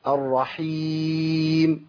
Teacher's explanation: وكأني أسمع حد يقول الرحيم ويضيف ألف للراء بعد الراء، ما عندي ألف